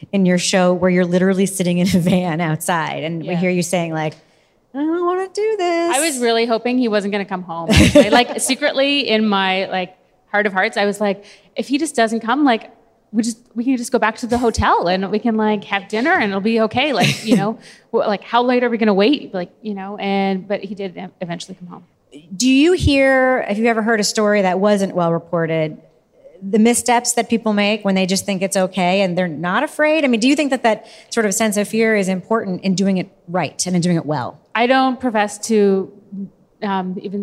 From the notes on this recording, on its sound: This bonus episode was recorded in front of a live audience at Podcast Movement.